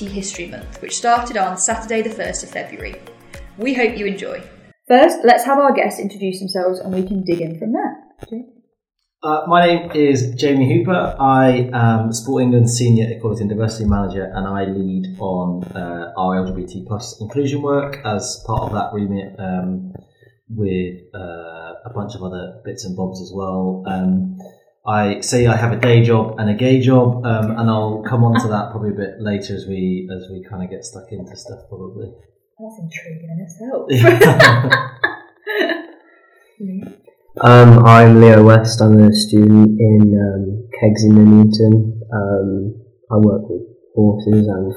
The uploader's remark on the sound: Apologies for the slight sound issues during the introductions.